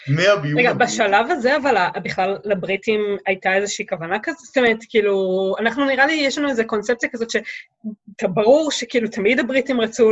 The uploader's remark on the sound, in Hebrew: הקלטה דרך זום